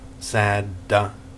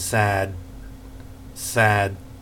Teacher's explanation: The next sound is D. Not stop go as in sadder, sadder, but stop as in sad, sad. · Shown in: second take